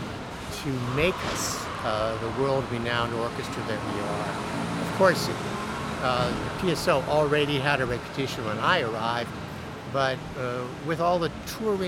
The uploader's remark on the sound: The … is traveling from Hamburg to Essen where they'll be staying for the next few days. Called in from the train.